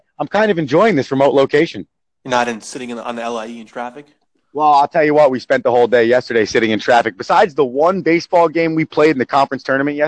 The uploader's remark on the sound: The boys are reunited over the phone.